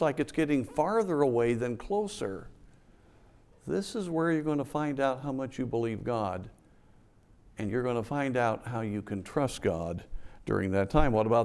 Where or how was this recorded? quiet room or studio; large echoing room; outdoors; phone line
large echoing room